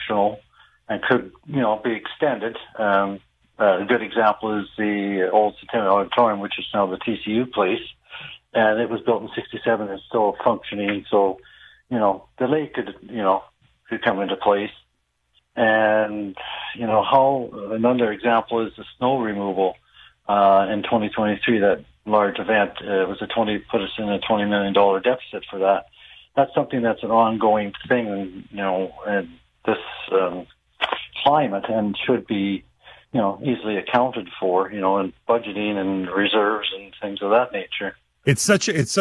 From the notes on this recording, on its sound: Every Friday we open the phone lines